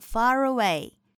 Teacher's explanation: 后面的 far away 可以进行一个连读